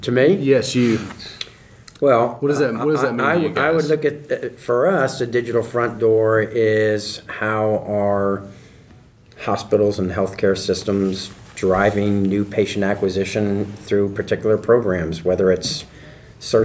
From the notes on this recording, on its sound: Live from #HMPS18.